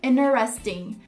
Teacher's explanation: Você não fala o T, o primeiro T.